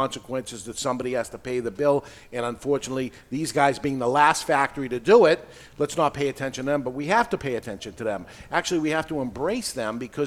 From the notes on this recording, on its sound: Live In Studio. Recorded live in front of a studio audience at Studio 21 Podcast Cafe upstairs at Two Guys Smoke Shop in Salem, NH.